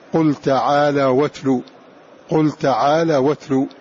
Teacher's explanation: بنقل حركة الهمزة إلى الساكن قبلها وثم يحذف ذلك الهمز